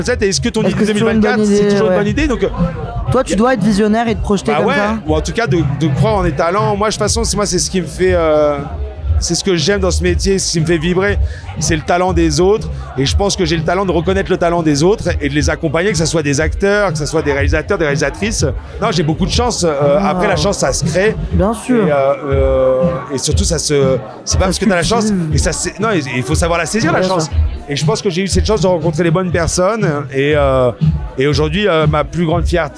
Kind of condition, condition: setting, busy venue